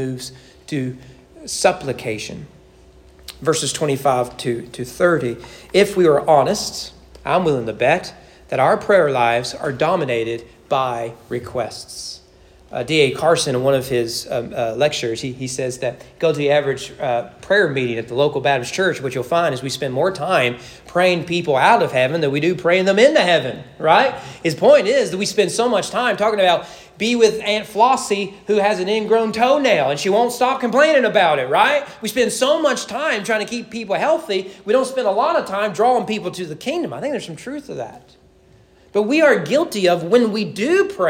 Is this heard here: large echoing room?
yes